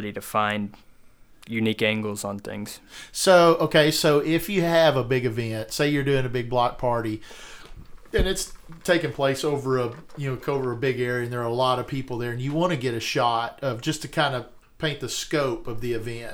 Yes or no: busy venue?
no